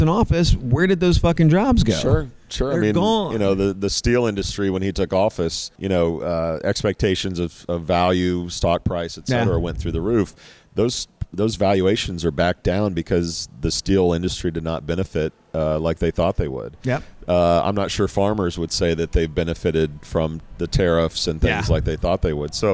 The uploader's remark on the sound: Recorded LIVE from a posh Dallas Hotel lobby.